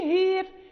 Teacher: هنا يقرأها ورش بالتقليل لأن هذه من ذوات الراء بجانب الألف، ولكن قالون يقرأها بالمحضة بالإمالة المحضة